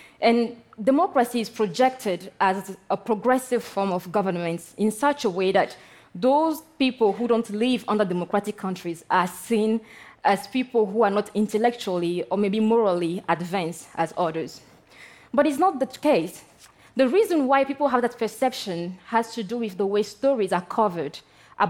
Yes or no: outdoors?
no